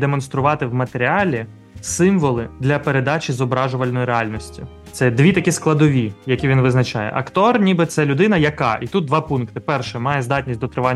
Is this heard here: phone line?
no